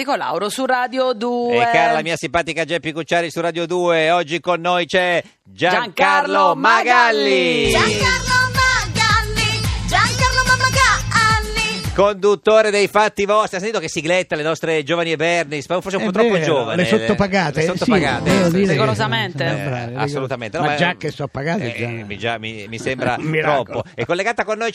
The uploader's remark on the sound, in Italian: L'ospite in studio. Al telefono.